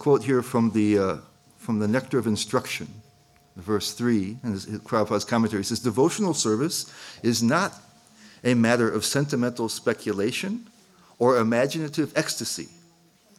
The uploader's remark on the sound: at the ISKCON of DC temple in Potomac, Maryland